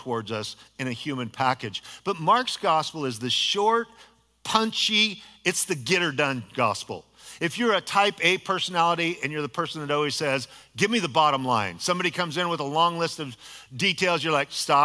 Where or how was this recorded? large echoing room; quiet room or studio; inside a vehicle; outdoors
large echoing room